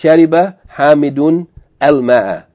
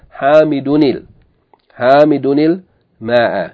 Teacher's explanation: So we don't say shariba hamidun al ma'a, but rather we put a kasra on the noon of tanween · Shown in: second take · and we say shariba hamiduni hamidu, yani instead of hamidun we're going to put a kasra on the noon, hamidunil ma'a.